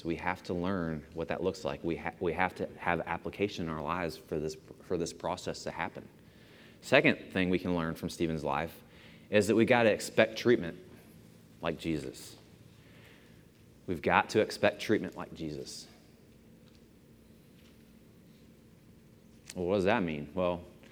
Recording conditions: large echoing room